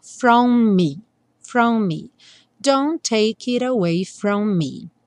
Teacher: os dois M's vão soar um só